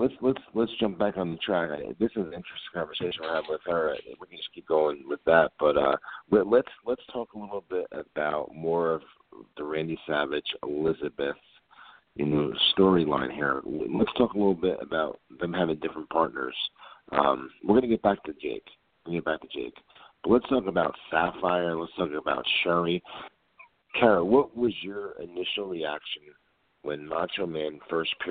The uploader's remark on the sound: We are joined LIVE on air by former WWE Diva. We take your calls LIVE on air!